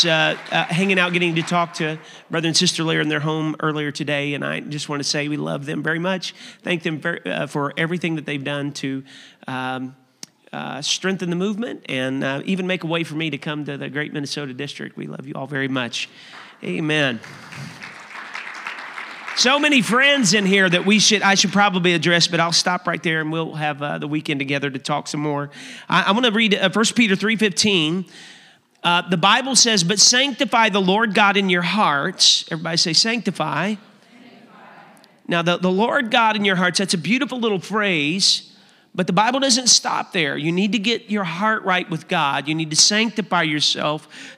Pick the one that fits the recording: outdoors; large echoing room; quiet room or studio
large echoing room